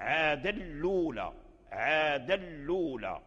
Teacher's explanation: كذلك نافع له النقل، لم يقرأ الأولى الأولى لأن أصل الأولى، فنقل حركة الهمزة إلى اللام، وبما أن الهمزة مضمومة فنقل حركة الضم إلى اللام فقرأ الأولى عادا الأولى عادا الأولى. وأدغم التنوين من عادا أدغمها في اللام لأن هذا من باب الإدغام الكامل